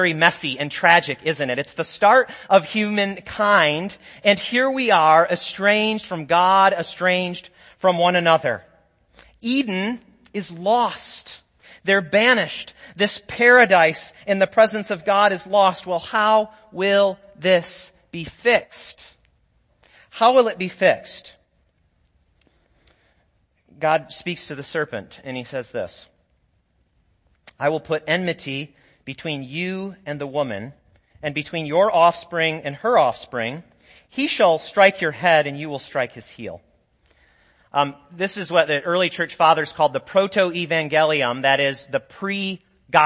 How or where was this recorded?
large echoing room